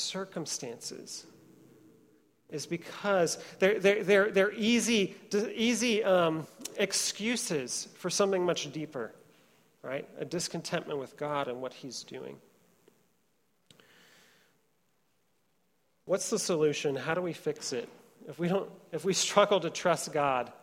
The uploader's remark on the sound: Trinity Church, Puerto Rico